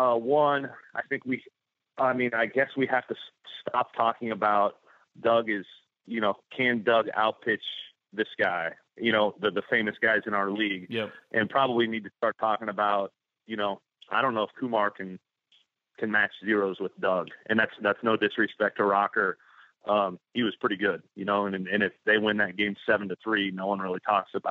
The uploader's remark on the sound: joins on the Modern Woodmen phone line